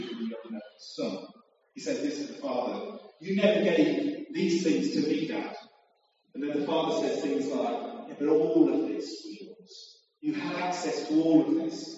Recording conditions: poor sound quality